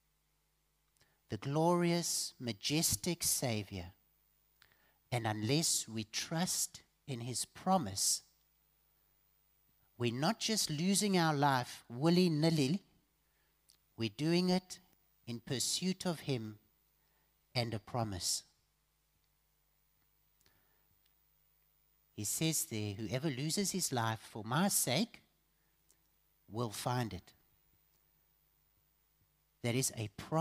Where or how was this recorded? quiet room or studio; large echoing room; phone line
large echoing room